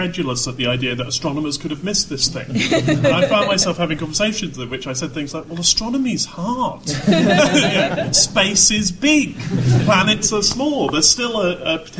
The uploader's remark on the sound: For the second time in history we are recording live with a studio audience in celebration of a decade of Jodcasting! Our live studio audience pose their questions to the largest ever Ask An Astronomer panel.